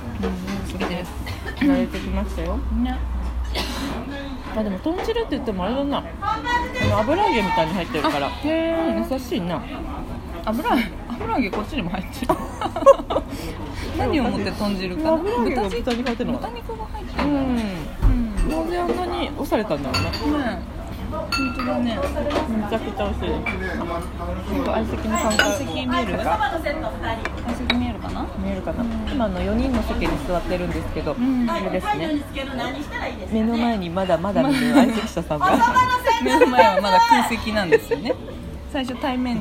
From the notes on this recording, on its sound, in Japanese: 岐阜市内にあります小塩屋という定食屋にて、収録！ごはんをかきこみながらの収録！！！働いてるみなさまの活気と、うんまいごはんと最後はそろばんで計算。